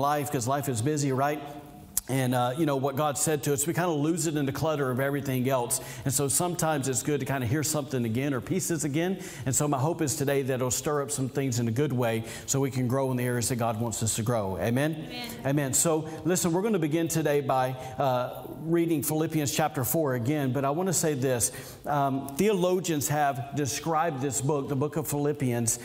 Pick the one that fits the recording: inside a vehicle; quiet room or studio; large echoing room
large echoing room